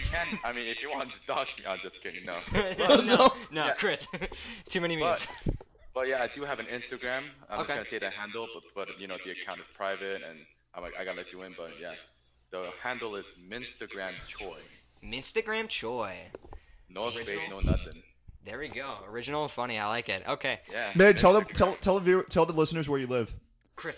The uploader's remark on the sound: We apologize for the heavy breathing in this episode. We had to use a lower quality headphone mic for the Discord call which caused some audio issues.